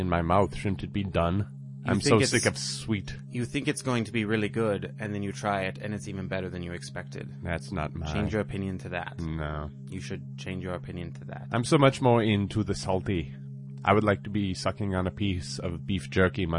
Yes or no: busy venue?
no